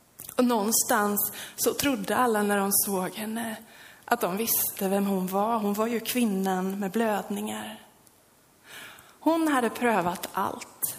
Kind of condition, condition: setting, large echoing room